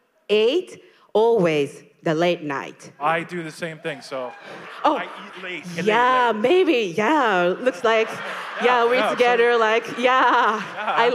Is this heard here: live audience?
yes